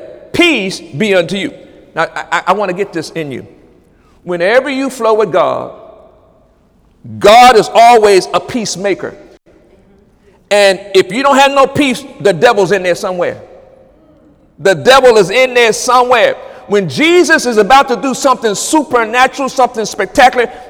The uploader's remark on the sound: During Wednesday night service on August 16, 2017